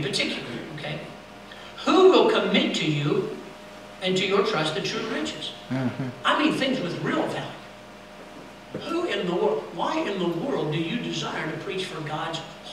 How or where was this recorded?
large echoing room